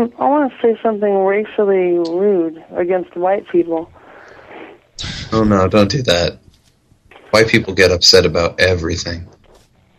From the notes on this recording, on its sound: Prank Phone Calls